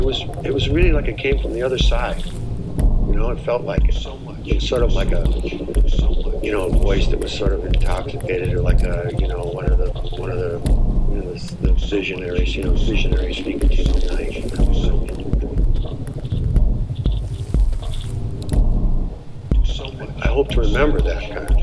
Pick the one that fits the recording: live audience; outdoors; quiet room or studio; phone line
outdoors